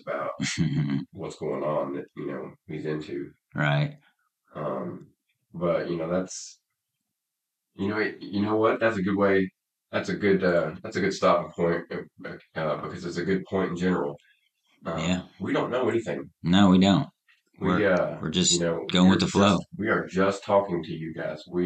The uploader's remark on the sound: This is the last of the episodes with sub-par audio quality.